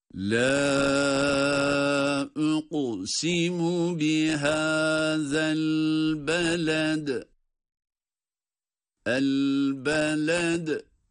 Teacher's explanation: elbeled kelimesinde de dal harfi kalkale ile okunmakta.